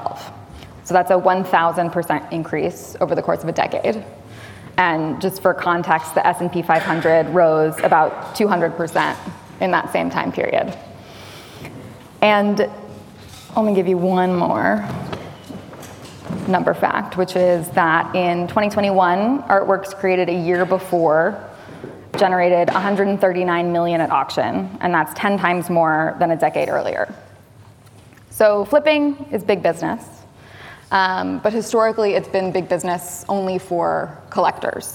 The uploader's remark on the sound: we gathered together an expert panel at Cromwell Place in London during Frieze